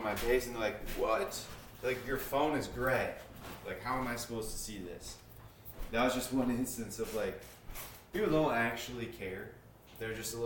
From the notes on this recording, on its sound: Sorry about audio, I don't notice until after Practice #70.